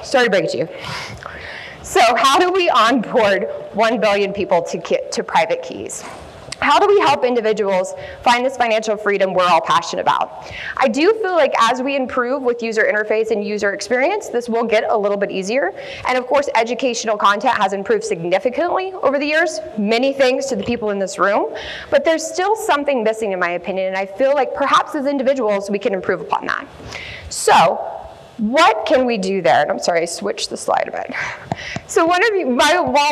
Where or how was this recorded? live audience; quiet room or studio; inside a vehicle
live audience